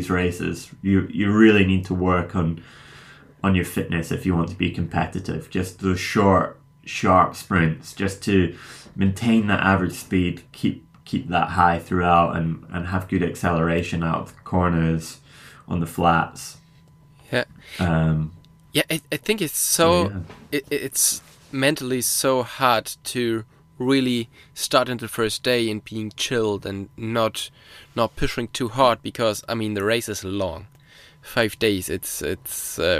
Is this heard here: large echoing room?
no